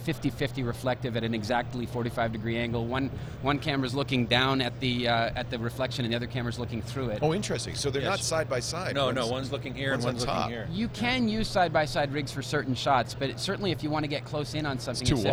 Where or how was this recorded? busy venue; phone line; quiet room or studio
busy venue